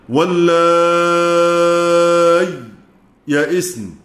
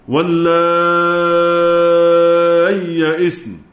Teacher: وعشان نظهر الياء عند الياء لابد من سكتة لطيفة على الياء الأولى · Shown in: first take